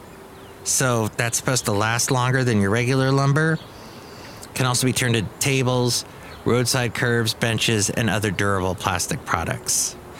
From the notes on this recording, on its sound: podcasts live from Cafe Anyway